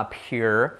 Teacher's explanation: la P también aspirada, appear, se parece a up here. Aquí, up here.